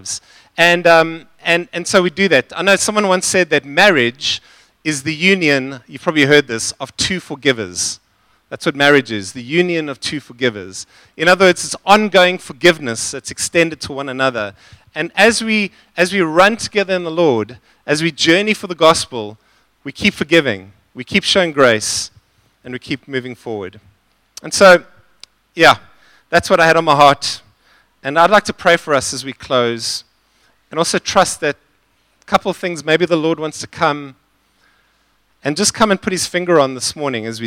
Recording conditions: large echoing room